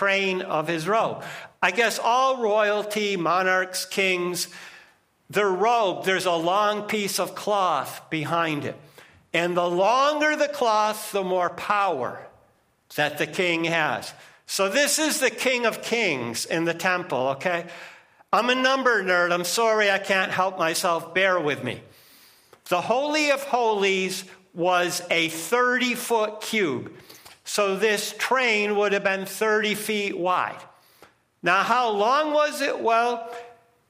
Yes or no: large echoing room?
yes